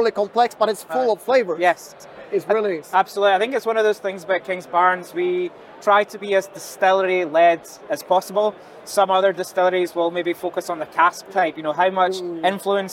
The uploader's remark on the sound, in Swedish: när han besökte Stockholm Beer and Whisky festival